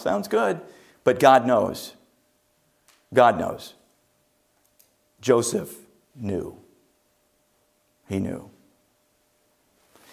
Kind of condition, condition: setting, large echoing room